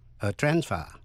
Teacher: Còn danh từ thì phải nhấn mạnh phần đầu a transfer.